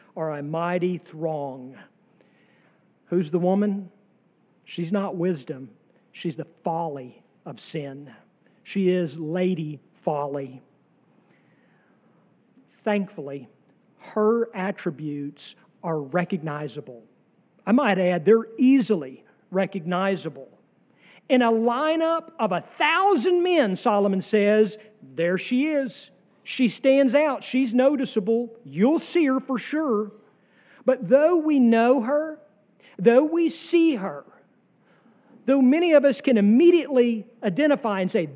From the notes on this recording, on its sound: Sermon from our worship service on July 30, 2023.